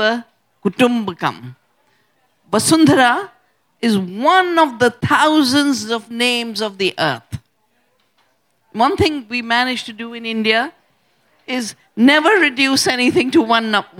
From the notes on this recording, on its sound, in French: Conférence enregistrée en public à la REcyclerie. Enregistrement : le 18 novembre 2023 à la REcyclerie.